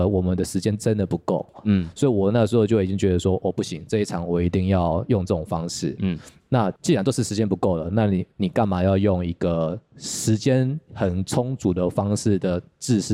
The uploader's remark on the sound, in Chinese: 本集我們來到金音創作獎的 亞洲音樂大賞｜Live Talk：從零開始－演出製作面面談！